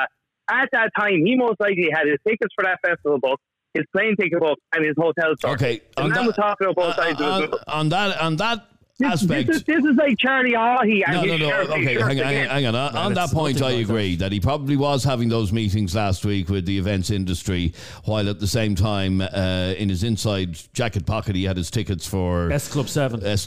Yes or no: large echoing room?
no